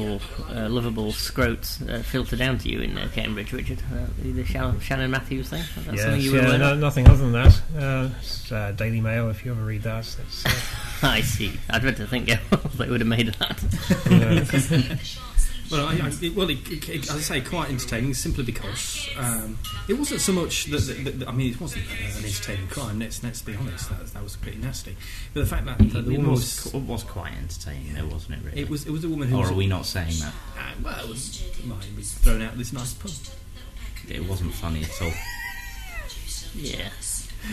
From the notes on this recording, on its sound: The chaps strap on their drinking trousers and head off on a pub crawl, recording the podcast as they go.